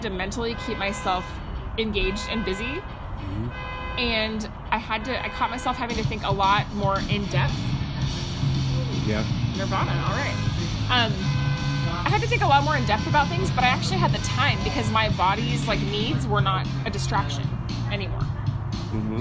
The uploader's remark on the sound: Background Noise